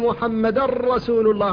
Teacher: أدغمت النون إدغاما خالصا في الراء · Term: الإدغام الخالص